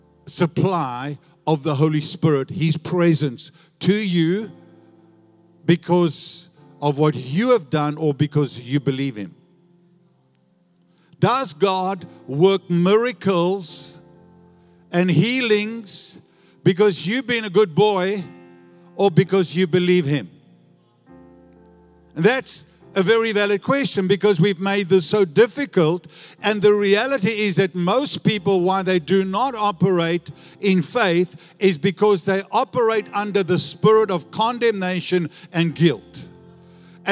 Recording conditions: large echoing room